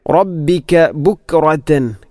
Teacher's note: കാഫിനെ കലകല ചെയ്യാതെയാണ് വായിക്കേണ്ടത്. ബുക്റതൻ ബുക്റതൻ എന്ന് പറയാൻ പാടില്ല.